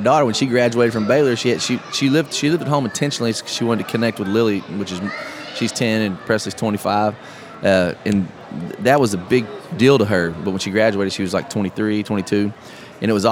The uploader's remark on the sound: Live At Podfest 2017 Day 2